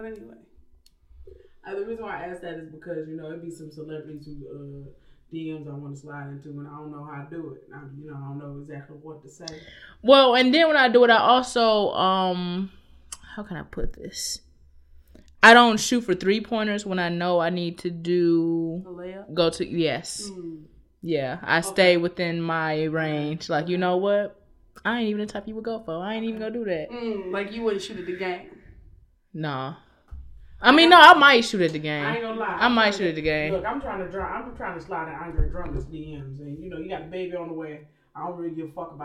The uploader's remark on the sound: Due to a technical difficulty or two, the audio was compromised and has impacted our quality.